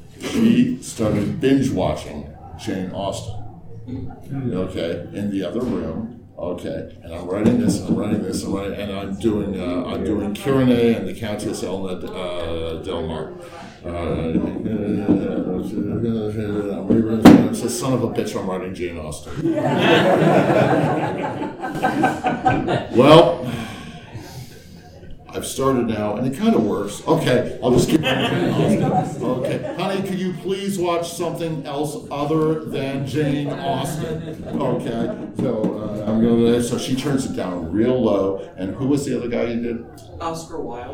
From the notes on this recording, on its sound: Recorded live at TusCon. Panel Room 1.